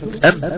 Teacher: لا، سد الخيشوم وقول حرف الميم الساكنه ام ام ام، سد الخيشوم ام، الصوت اتكتم